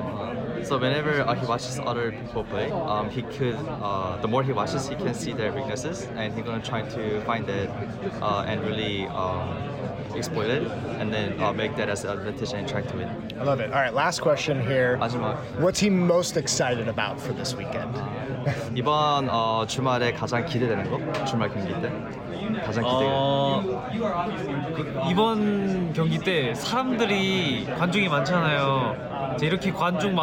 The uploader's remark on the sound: Live from Philadelphia, PA for the OWL Grand Finals.